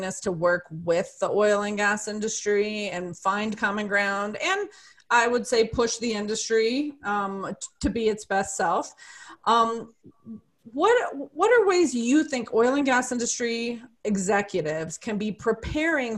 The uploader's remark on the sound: Today’s episode was previously recorded as an invitation-only webinar co-hosted by Adamantine Energy and the Environmental Defense Fund (EDF).